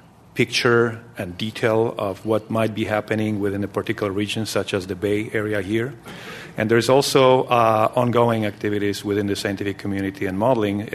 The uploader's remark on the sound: This program was recorded in front of a live audience at The Commonwealth Club of California on July 9, 2010